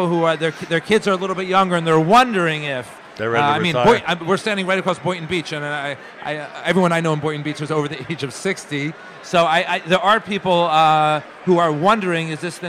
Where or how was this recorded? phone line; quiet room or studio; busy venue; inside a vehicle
busy venue